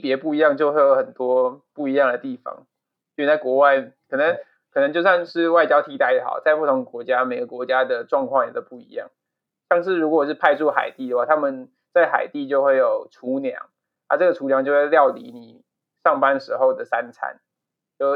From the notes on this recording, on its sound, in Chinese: 出於遠距離錄音的關係，這一集的音質可能不太好，請大家多多包涵。